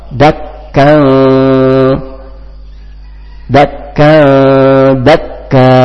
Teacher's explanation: tanwin ketemu da, kemudian dibaca ikhfa samar-samar.